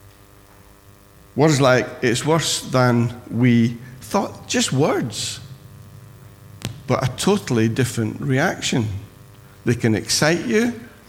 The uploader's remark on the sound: Recorded at freedomcentre church, Preston on Sunday 22nd January 2017